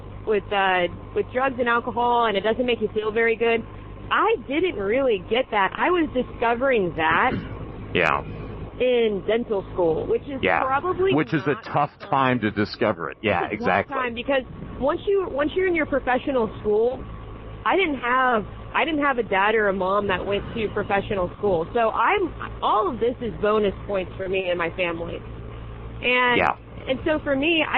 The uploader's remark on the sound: Go on a motorbike journey (literally). Excuse the audio, it is on bikes. They often have interesting convo's whilst on the bikes.